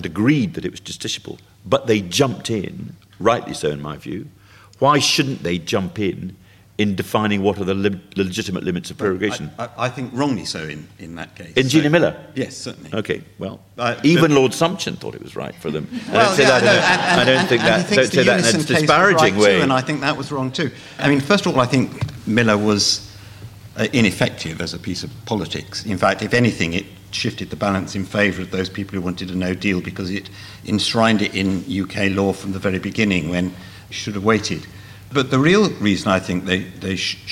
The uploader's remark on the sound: Audience Questions